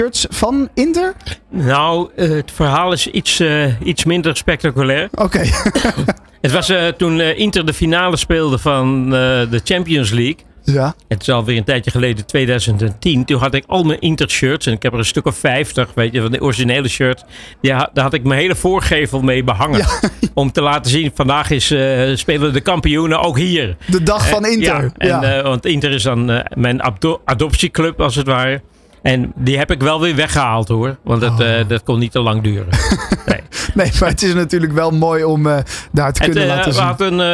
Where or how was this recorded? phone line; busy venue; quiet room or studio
busy venue